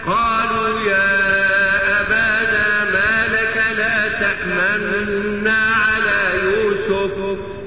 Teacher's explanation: النطق بجزء ضئيل من الضمه بتاعت النون · Term: الروم